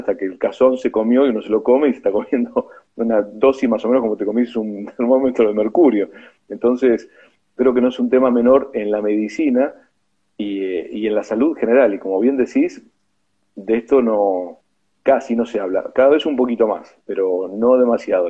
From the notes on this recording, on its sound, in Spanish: Audio de la charla en vivo por Instagram